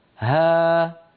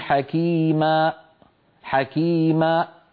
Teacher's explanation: هذه الألف آخر صوتها فم مفتوح ويتلاشى صوتها شيئا فشيئا · Shown in: first take · لا يوجد شيء يقطع عليها الصوت، لا من لسان ولا من شفتين بل ولا من وترين صوتيين.